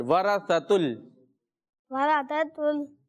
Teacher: تو اس لیے اگر ہم ہاں دونوں اپنا جو ہے وہ زبان کو دانتوں کے بیچ میں رکھیں گے تو بغیر سیٹی کے یہ نکل آئے گا